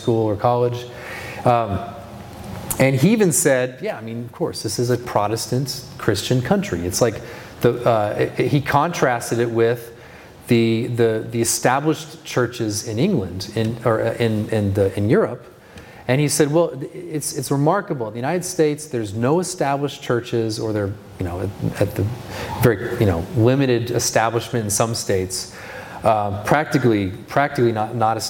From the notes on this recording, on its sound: This is the second session from the Be Not Conformed Conference in June of 2023.